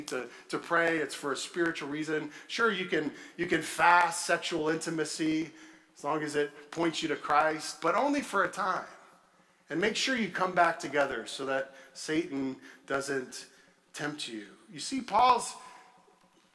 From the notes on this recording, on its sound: at Redeemer Church on February 5, 2023